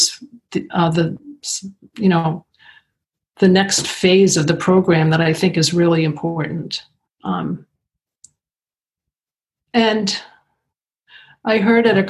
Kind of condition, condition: link, video call